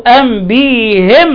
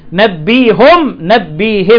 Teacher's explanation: فجي البعض قال لك لا انا هحول، بعض الرواة روى قال لك هحول الضمة اللي في الهاء كسرة لمناسبة الياء قبله، وبعض بكسر الهاء هيكسر الهاء ليه؟